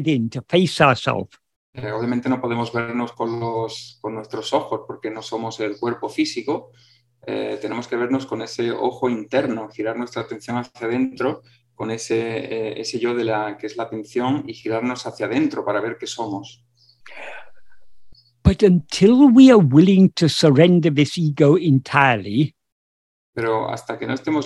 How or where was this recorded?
video call